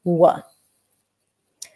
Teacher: for the W, there is no contact whatsoever.